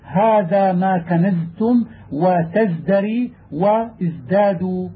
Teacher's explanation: وإذا أتى بعد الزاي الساكنة دال أو تاء وجب أن تبين لفظ الزاي لئلا يقرب لفظها من لفظ السين، لأن السين مؤاخية للتاء في الهمس ومؤاخية للزاي في المخرج والصفير، وكذلك الدال من مخرج التاء، فالبيان للفظ الزاي في ذلك واجب، وذلك نحو قوله هذا ما كنزتم وتزدري وازدادوا وشبهه.